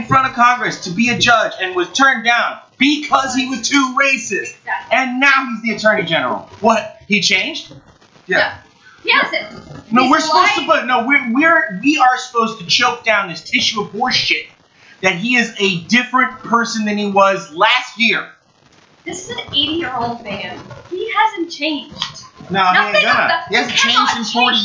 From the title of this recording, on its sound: Now in LO-FI